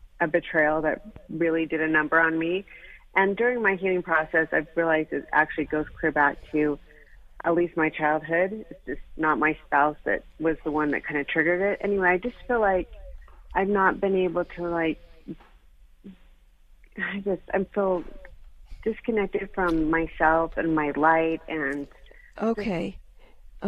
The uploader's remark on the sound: Open Call-In Show Day!